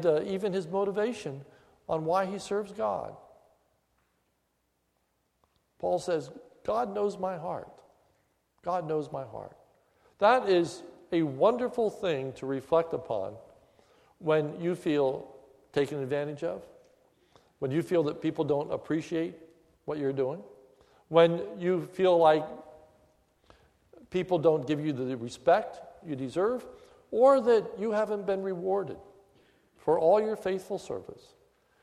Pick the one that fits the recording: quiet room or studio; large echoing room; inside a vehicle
large echoing room